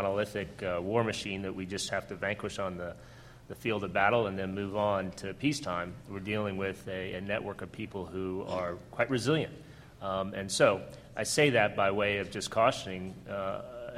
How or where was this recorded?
live audience